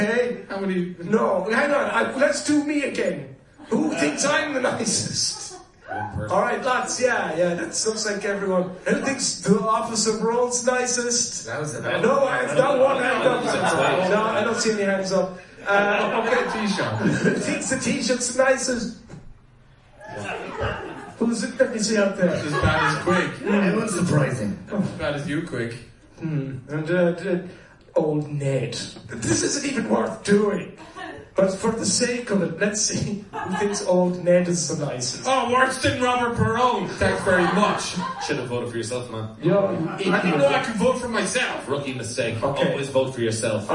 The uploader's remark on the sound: LIVE AT DUBLIN POD FEST 2018